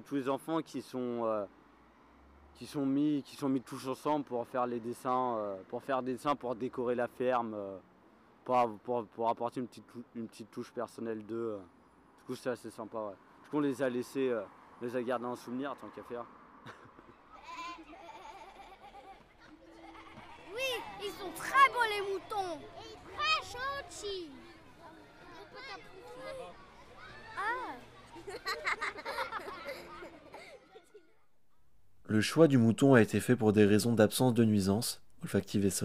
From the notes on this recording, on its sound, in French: durant l'été 2018 à la ferme urbaine de Malakoff